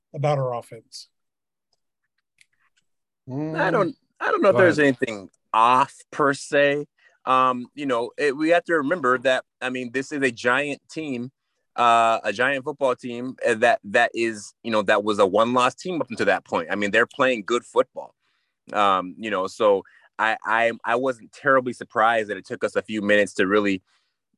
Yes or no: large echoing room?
no